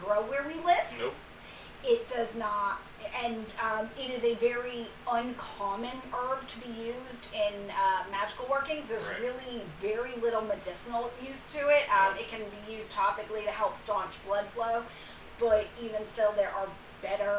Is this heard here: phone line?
no